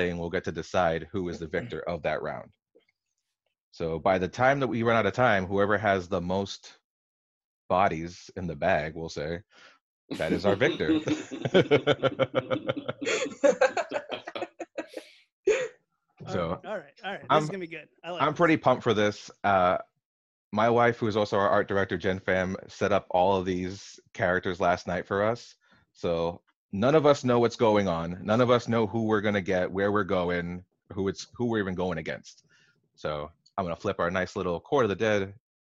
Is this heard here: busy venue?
no